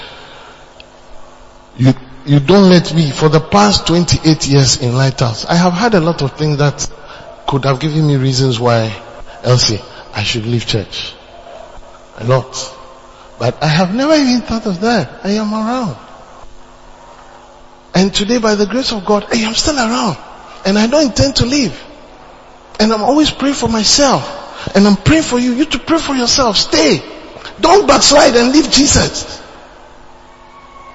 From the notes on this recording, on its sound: PREACHED ON SUNDAY DURING REFRESHING SERVICE AT CAPTAIN OF SALVATION CATHEDRAL